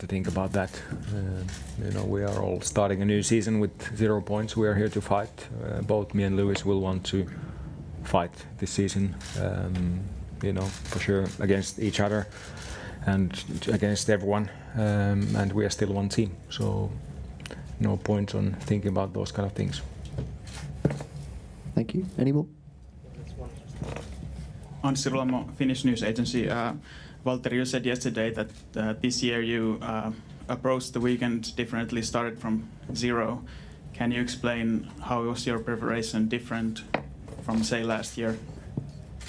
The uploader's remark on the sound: Australia Sunday Post-Race Press Conference.